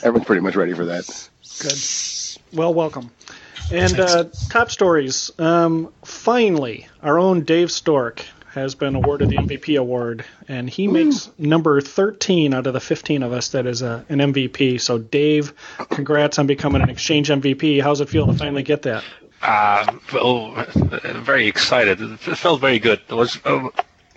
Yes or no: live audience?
no